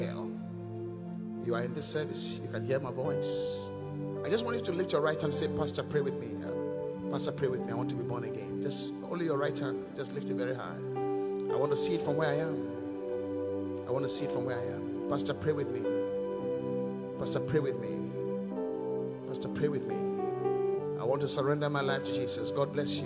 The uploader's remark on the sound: Preached at The Qodesh